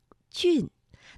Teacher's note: 可以用。你总是会把一个事情想得特别特别的美好，后来结果呢可不是这个样子，所以呢也可以称之为南柯一梦。南柯一梦的故事我们听到这里啊，在主人公的梦里有一个地名叫做南柯郡，那这个字是什么意思，声母又是什么呢？郡呢，在古代这是地方行政区划单位，而它的声母是鸡。这个鸡的发音方法呀，是舌尖要下垂，要抵住我们的下齿内侧，舌面前部要抬起，靠近上颚前部，而舌面呢和硬腭之间要形成窄缝，气流呢就从这个窄缝当中通过，产生摩擦声。双唇要微微张开，略成扁平状，嘴角呢要稍微的向两侧拉开，声带不震动。那声母是鸡啊，它发音是有一定的共性的，比如说像俊，那另外呢还有我们生活当中比如说像鸡、七、西，读音呢都有相似的地方。萃取文词意韵，感悟智慧哲思，诗词歌赋，鉴赏倾听港好普通话，欢迎大家来到鉴赏倾听环节，我是主持人徐静。我是主持人唐毅，那今天的节目一起来聆听一下余梦令作的《雨疏风骤》，它是宋代女词人李清照的早期词作来的。这首词呢